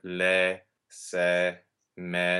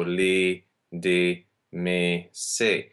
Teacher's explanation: all these little words have to have an open E as their vowel · Shown in: first take · And I'm mentioning it because in spoken French, this is not the case really anymore.